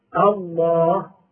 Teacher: ثم فخمت اللام للتعظيم بعد الفتح والضم دون الكسر